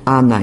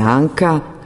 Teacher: Alofon, kontekstualno uslovljena realizacija foneme Ana i Anka, N je dental, Nj je velar